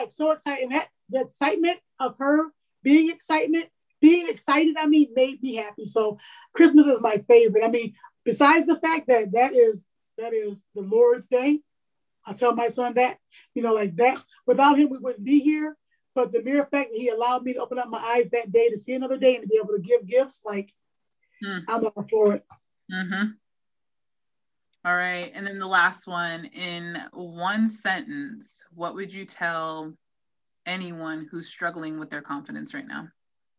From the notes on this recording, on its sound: This is our 2nd virtual recording, be kind.